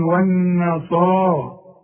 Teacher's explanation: الصاد بقى من اعلى درجات التفخيم لانها بعدها الف. الالف فين؟